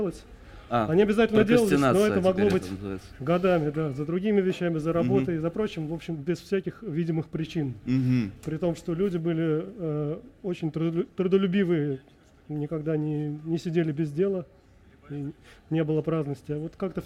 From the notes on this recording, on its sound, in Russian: Случилось так, что вышли не только за пределы разговора об Армении, но и за границы радиостудии, организовав во дворе пространства «Рихтер» в Москве публичную запись подкаста.